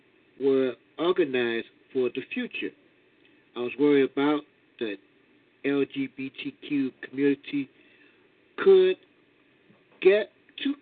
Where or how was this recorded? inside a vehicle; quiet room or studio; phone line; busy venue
phone line